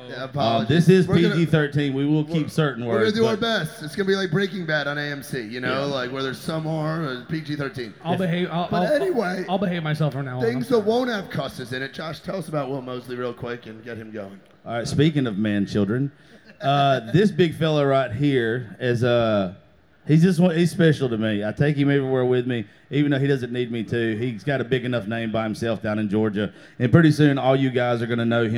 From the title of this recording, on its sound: Live At The FloraBama